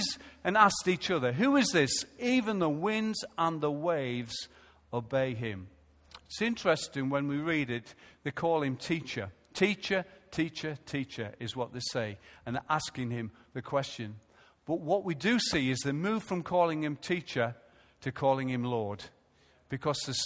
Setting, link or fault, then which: setting, large echoing room